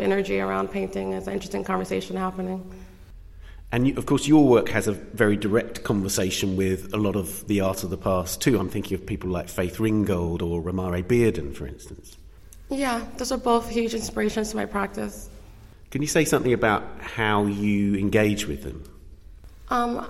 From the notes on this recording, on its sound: We visit the Whitechapel Gallery in London.